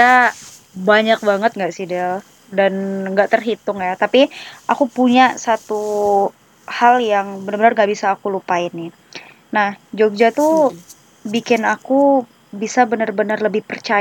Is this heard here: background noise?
yes